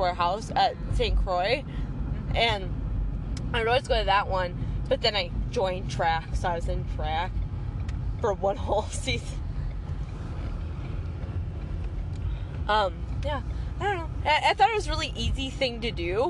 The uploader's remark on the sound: Car cast. While in the car going to get ice cream and french fries.